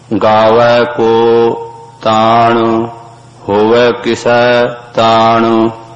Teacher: ਨਾਨਕ ਹੁਕਮ ਜੇ ਬੁੱਝੈ ਤਾਂ ਹਉਮੈ ਕਹਿ ਨਾ ਕੋਏ, ਗਾਵੈ ਕੋ ਤਾਣ ਹੋਵੈ ਕਿਸੈ ਤਾਣ, ਇਸ ਨੂੰ ਵੀ ਗਾਵੈ ਉਚਾਰਨਾ ਗਾਵੇ ਨਹੀਂ ਕਹਿਣਾ, ਤੇ ਗਾਵੈ ਕੋ ਤਾਣ ਇਉਂ ਵੀ ਨਹੀਂ ਕਹਿਣਾ, ਕਿਉਂਕਿ ਕੱਕੇ ਨੂੰ ਹੋੜਾ ਲੱਗਿਆ ਹੋਇਆ, ਇਸਦੀ ਆਵਾਜ਼ ਲੰਬੀ ਹੋਇਆ ਕਰਦੀ ਹੈ, ਦੀਰਘ ਆਵਾਜ਼ ਹੈ